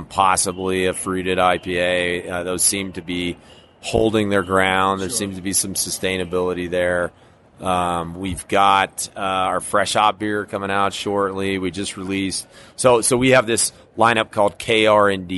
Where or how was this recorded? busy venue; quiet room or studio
busy venue